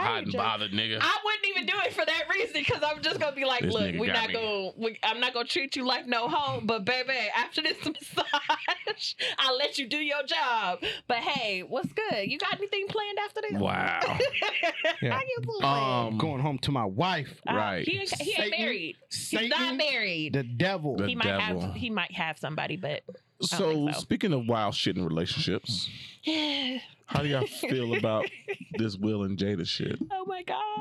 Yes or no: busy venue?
no